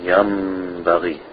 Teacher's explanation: The noon sakin, or the tanween, becomes a meem. So yan baghi becomes yam baghi. · Term: iqlab